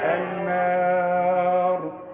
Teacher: والراء عند الوقف فقط تفخم لأنها قبلها مفتوح، عند الوصل الناري.